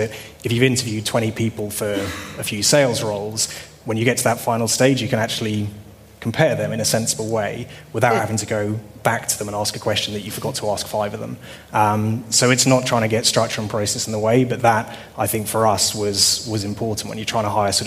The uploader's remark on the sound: a panel discussion held at SaaStock 16